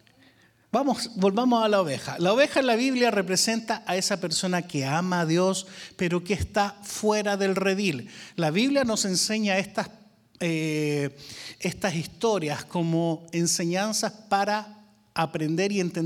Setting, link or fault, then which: setting, large echoing room